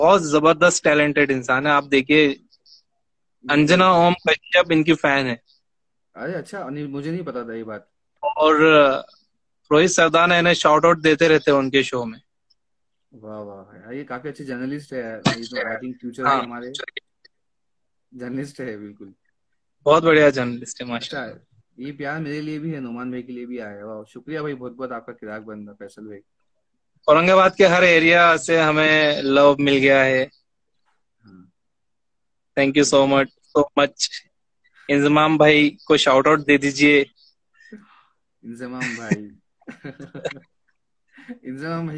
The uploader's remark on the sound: has been conducted live on Instagram at Aurangabad Buzz